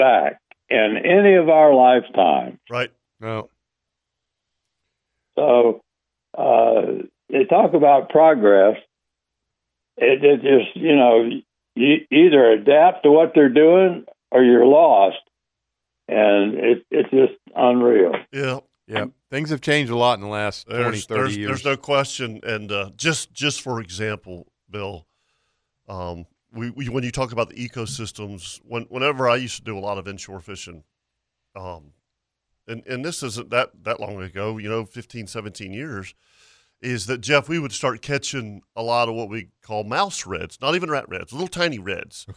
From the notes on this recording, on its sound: The guys had someone call